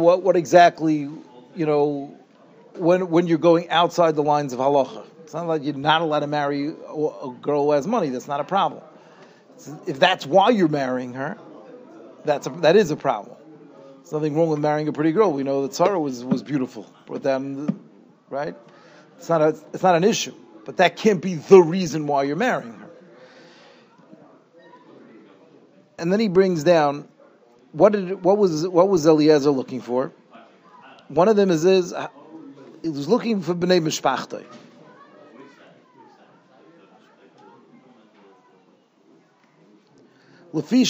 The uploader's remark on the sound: Shiur recorded in Yeshivas Ohr Reuven, Monsey, NY